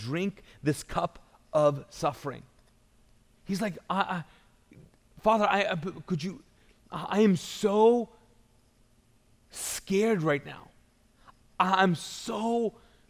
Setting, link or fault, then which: setting, large echoing room